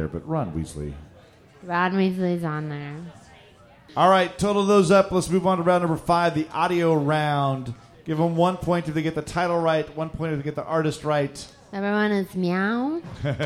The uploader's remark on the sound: Live at the Skylark! Our first live episode!